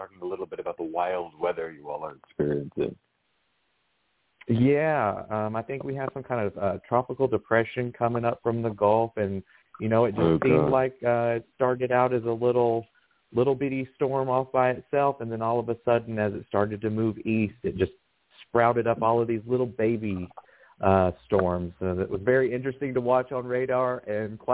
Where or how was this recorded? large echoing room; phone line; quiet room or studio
phone line